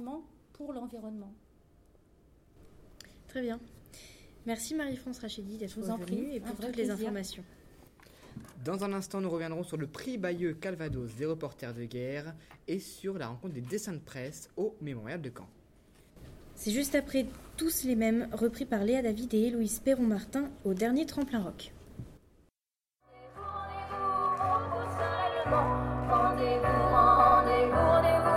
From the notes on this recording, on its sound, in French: Emission réalisée par l'équipe de Webmargot en direct du foyer.